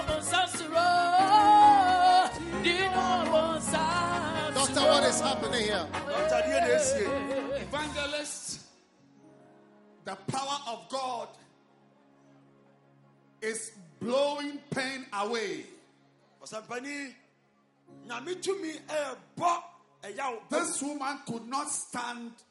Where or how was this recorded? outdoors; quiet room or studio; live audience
live audience